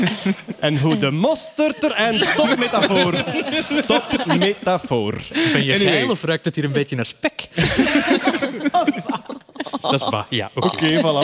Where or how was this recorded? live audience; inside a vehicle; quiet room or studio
live audience